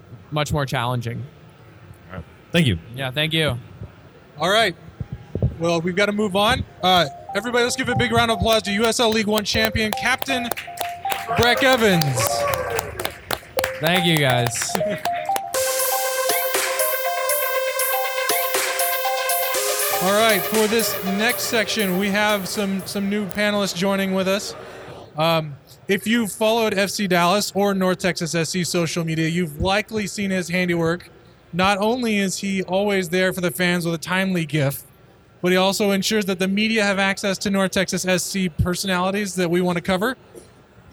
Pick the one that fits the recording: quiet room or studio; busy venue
busy venue